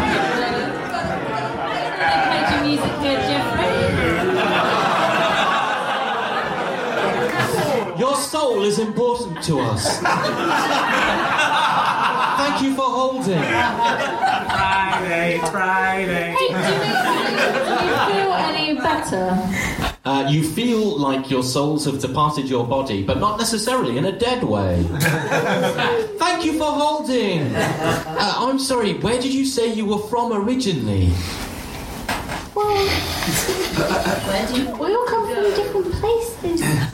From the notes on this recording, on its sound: Audience suggestions for this episode